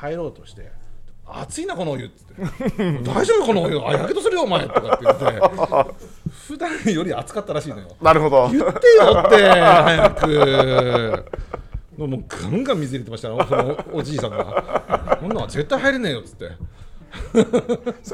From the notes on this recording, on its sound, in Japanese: 今回もスナックぬれずきんを開催した際に行なった公開収録の模様をお届け！賑やかな収録になりました！